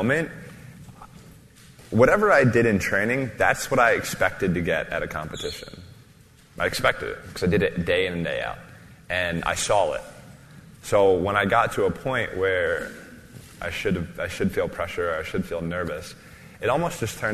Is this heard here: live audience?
yes